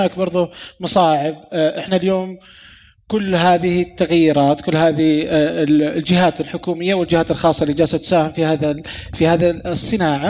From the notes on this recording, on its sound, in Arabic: تسجيل لجلستين من عصفورية المحور الثاني، والي أقيمت على هامش زدإكس في واجهة الرياض